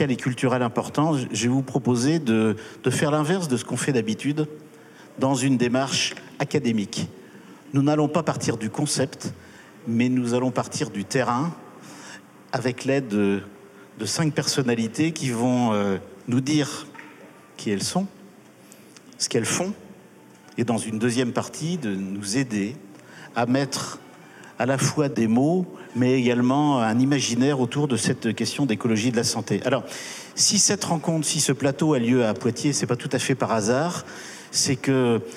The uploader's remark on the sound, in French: Elle s'est déroulée en public en juillet 2022. Prendre racine, l'université d'été de la Grande Muraille verte.